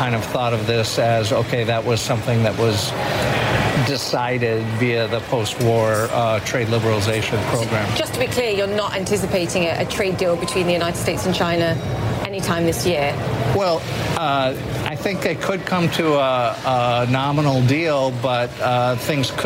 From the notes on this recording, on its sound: live from the New York Stock Exchange